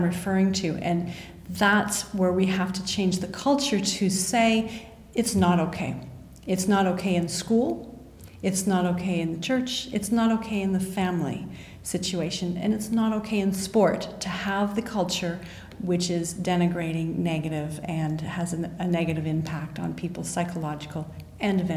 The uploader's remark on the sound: LIVE from the IOC World Conference in Monaco